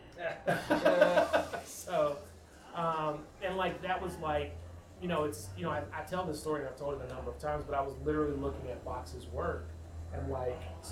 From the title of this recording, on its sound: Live from DINK